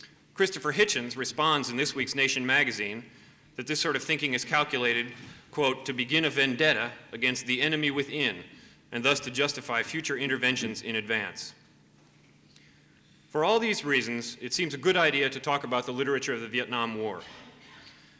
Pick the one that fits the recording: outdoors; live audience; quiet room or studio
live audience